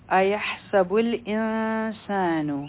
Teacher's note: د نون ساکن نه په سین راغی دلته به نری اخفا کو